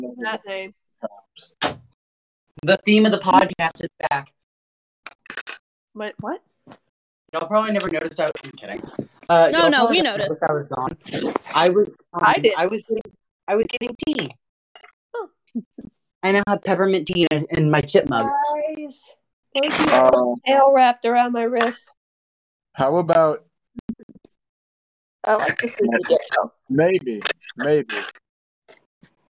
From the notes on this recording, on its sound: Sorry that the audio quality is so bad.